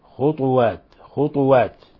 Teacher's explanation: وأريد أن أنبه أن هناك خلافا بين شعبة وحفص في قوله تعالى خطوات، فشعبة ونافع ومن وافقهما يقرؤون بسكون الطاء ويلزم من ذلك قلقلة الطاء